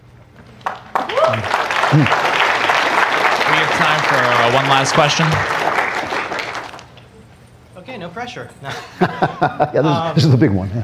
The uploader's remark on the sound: Speaks live in front of a student audience at Young America's Foundation's 44th Annual National Conservative Students Conference held in Washington DC.